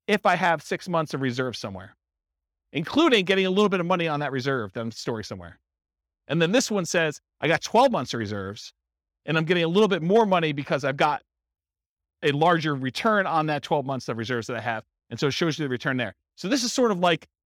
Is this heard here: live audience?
yes